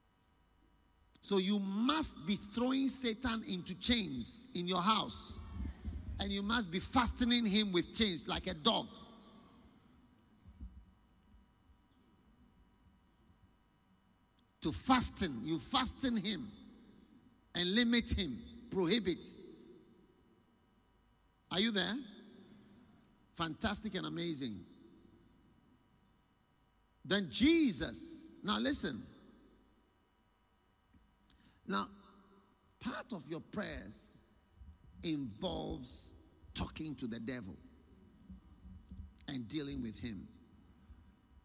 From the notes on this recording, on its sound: Preached at The Qodesh